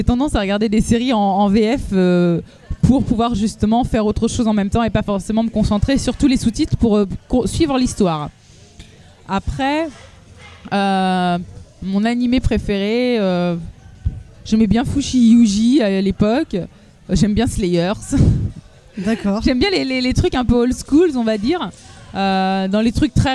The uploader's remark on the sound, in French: Nouveau numéro de Speakcast fait au Festival NBF qui a eu lieu en Mars 2017.